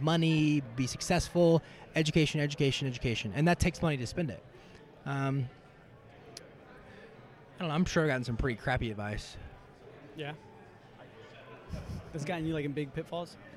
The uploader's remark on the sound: LIVE at Voices Of Dentistry